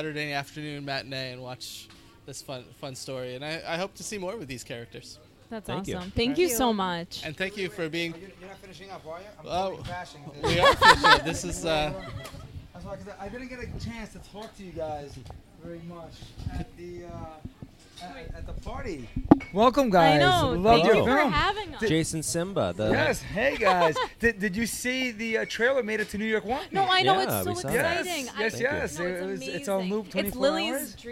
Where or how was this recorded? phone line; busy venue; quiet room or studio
busy venue